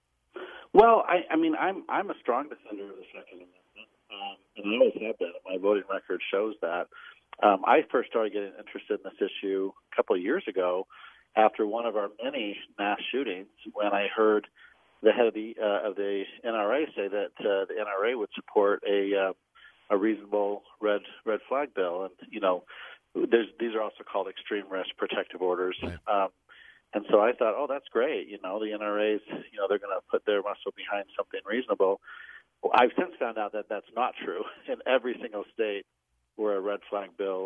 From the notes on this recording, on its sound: over the phone